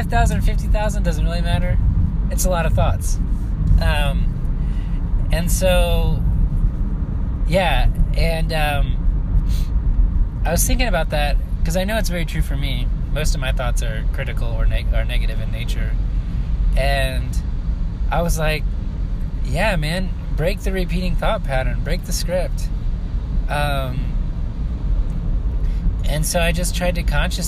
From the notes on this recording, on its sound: I've recorded some night vibes along with my car sounds.